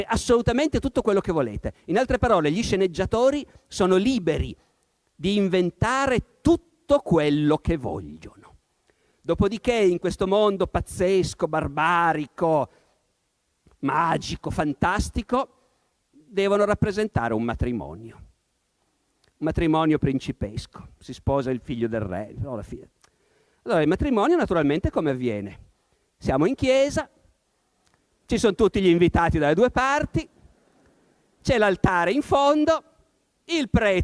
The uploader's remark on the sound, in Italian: Incontro organizzato dal Festival della Comunicazione di Camogli, 2018.